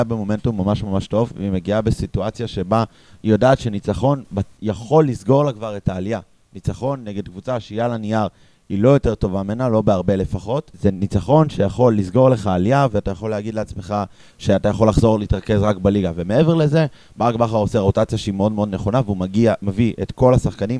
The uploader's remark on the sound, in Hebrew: פרק מיוחד שהוקלט תוך כדי מפגש בלוגרים של האתר וכלל כ 6 משתתפים